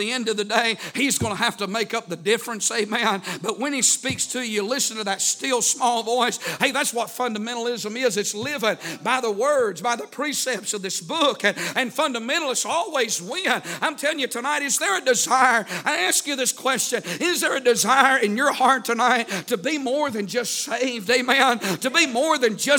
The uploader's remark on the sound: A sermon preached Sunday Evening, on April 9, 2023.